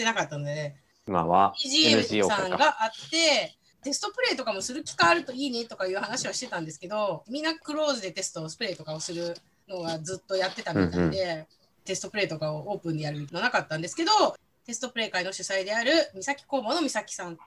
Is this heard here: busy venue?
no